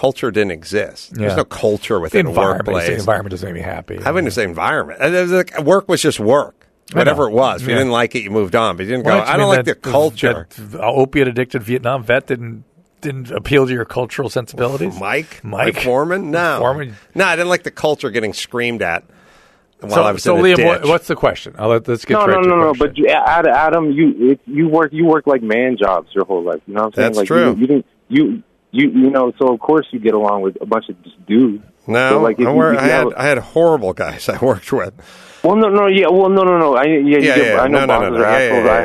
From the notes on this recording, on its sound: going straight to the phones and speaking to a variety of callers